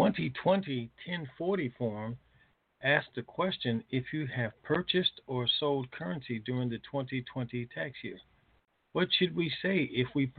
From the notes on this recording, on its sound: Conference Call